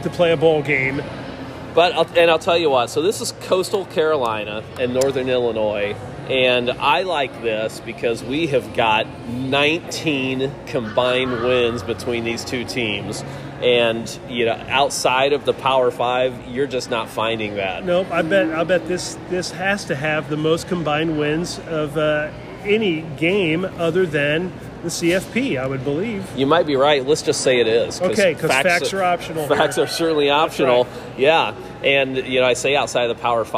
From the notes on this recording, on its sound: On location from AMP in downtown Indy.